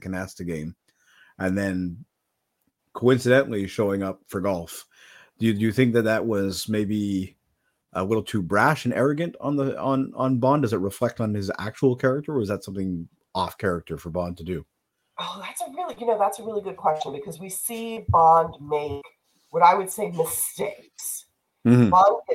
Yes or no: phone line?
no